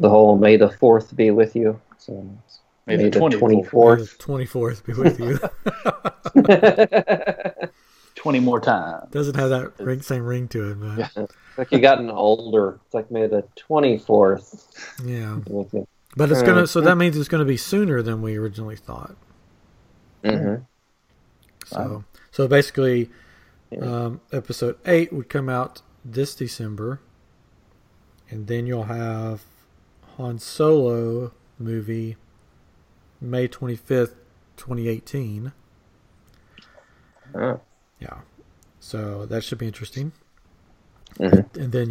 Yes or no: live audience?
no